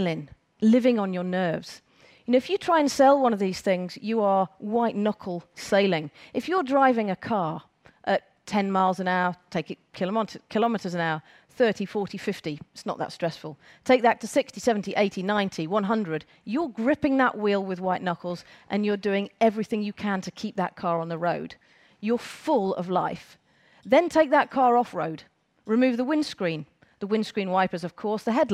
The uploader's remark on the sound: On stage at #BoFVOICES 2017